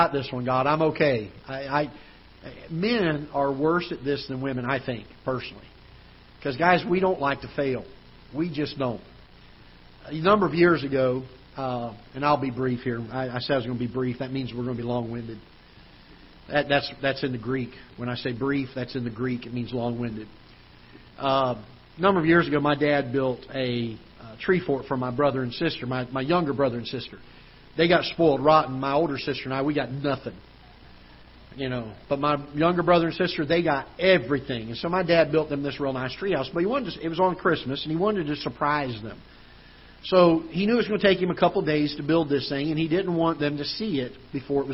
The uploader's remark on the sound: Ketha Heights Baptist Church ~ Live Broadcast.